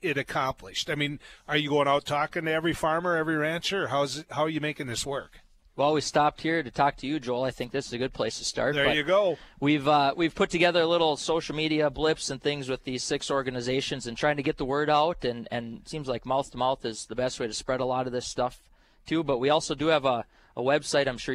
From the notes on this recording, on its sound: North Dakota Farmers Union Convention. Live at the NDFU Convention.